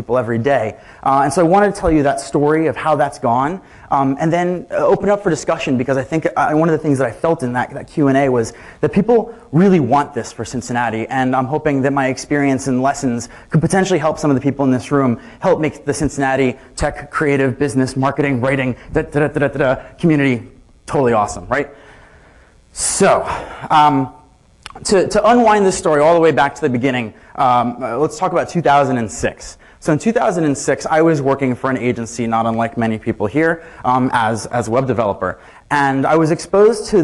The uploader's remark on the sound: Keynote from "Queen City Merge" conference (full recording, unedited). At the closing keynote from this 2012 conference for the creative community in Cincinnati, Ohio.